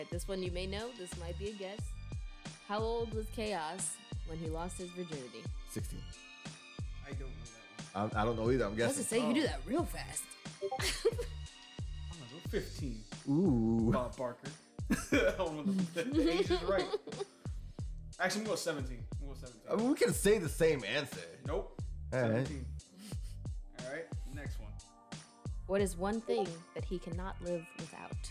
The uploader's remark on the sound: This episode has everything technical issues, badd volume, laughs, drinks, and booty.